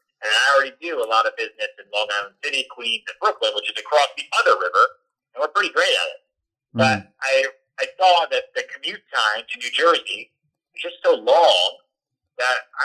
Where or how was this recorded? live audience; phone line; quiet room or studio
phone line